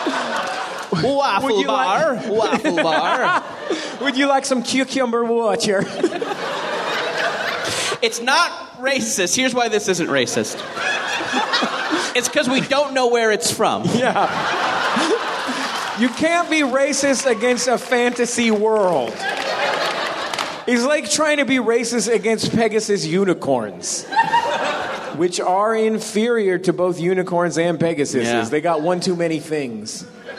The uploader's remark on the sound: live on stage at the Hollywood Theatre in Portland, Oregon.